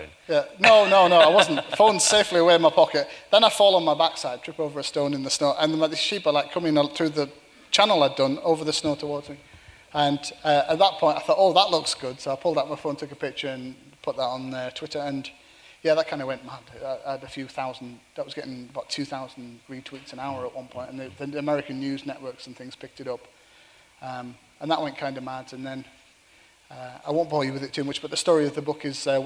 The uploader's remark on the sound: live at The Tabernacle